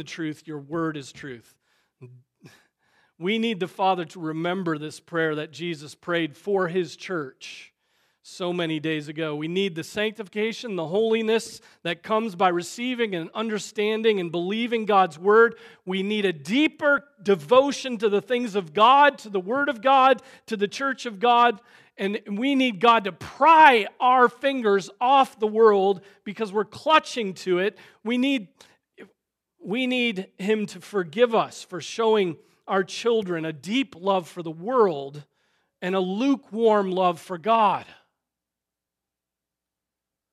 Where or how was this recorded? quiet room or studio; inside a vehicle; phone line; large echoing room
large echoing room